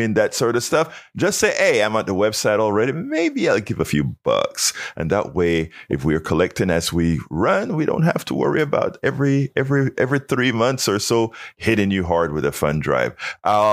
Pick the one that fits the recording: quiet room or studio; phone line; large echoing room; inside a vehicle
quiet room or studio